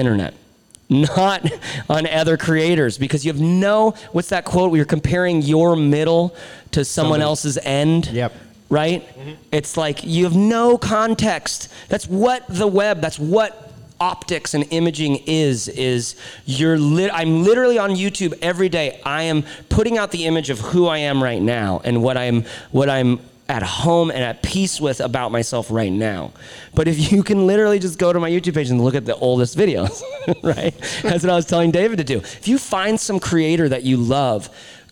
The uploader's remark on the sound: Recorded LIVE at The BIG Ready. In front of a live studio audience (of sorts).